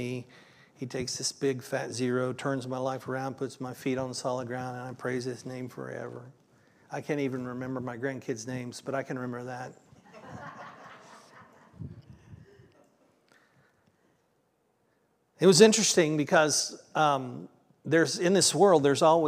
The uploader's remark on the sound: This was originally recorded on June 25th, 2023 at Palestine Church of Christ.